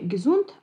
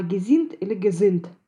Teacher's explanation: Не «гезунт», а «гезинт» или «гезинт». Северному «у» соответствует южное «и» или «ы».